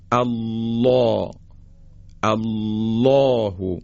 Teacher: در کلمه الله قبل از الله فتحه ما داریم، چون فتحه هست لام رو یعنی الله رو بایستی درشت و با غلظت ادا کنیم · Term: تقلیز